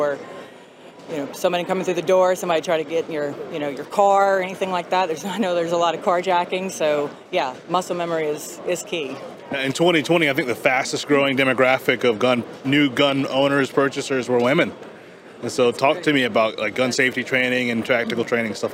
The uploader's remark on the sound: At the Houston 2022 NRA convention